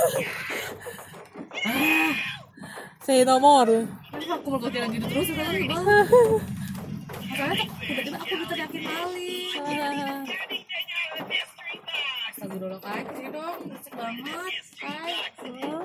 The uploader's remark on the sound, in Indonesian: di perjalanan pulang dari rumah nenek, ditemani dua bocah dengan backsound YouTube